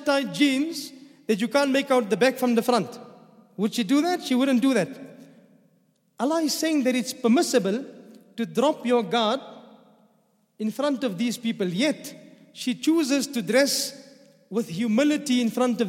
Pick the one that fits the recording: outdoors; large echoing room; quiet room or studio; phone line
large echoing room